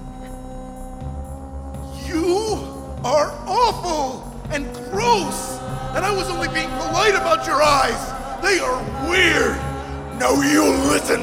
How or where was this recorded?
live audience